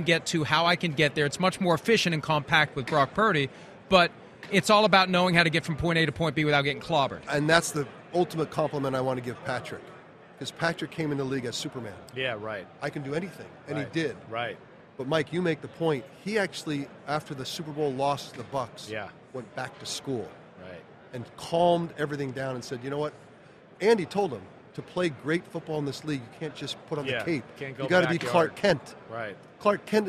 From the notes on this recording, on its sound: live from Mandalay Bay